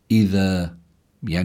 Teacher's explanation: إذا بدنا ننبه مستمعينا على أنه هذه الذال هي حرف لثوي، كتير مهم أن يخرج هذا الحرف من مخرجه، بيضع الإنسان طرف اللسان تحت الثنايا العليا، هذا هو مخرج الذال، لا ينبغي أن يخلط هذا الحرف بحرف الزاي، فلا يجوز أن يقال أن تقرأ هذه الكلمة إذا بالزاي، بل لابد من قراءتها على هذا النحو، إذا بالحرف اللثوي.